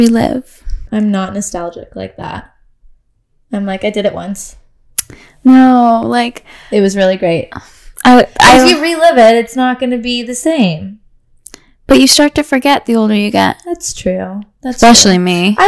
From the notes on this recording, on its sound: Promise we're trying to figure out our audio.